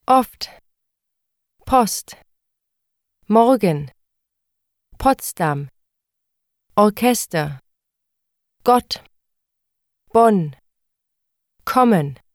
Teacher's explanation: Short O. The short O is not only shorter in length, it also has a slightly different sound quality than the long O, since the lips are somewhat more relaxed.